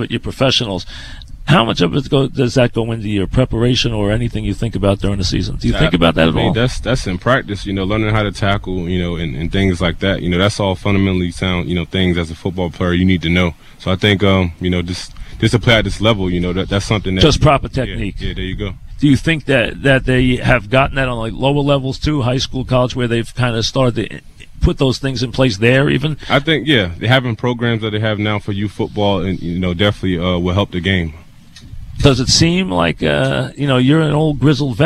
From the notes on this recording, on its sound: live at Jets camp